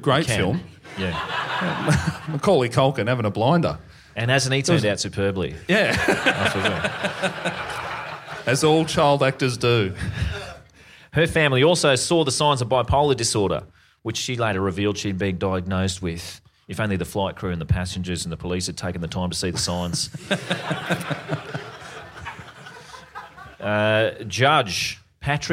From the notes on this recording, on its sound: LIVE IN PERTH. MFB HQ heads out to the wild west for their first ever live Perth show. They are joined by two special live guests!